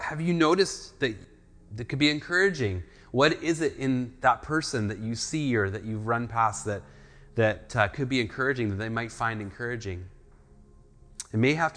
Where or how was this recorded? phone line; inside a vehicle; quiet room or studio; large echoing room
large echoing room